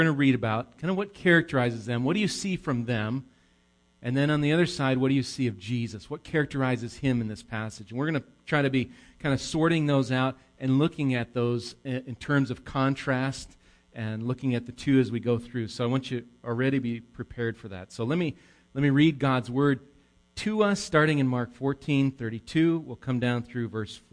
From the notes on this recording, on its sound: Recorded live at Bethany Bible Church.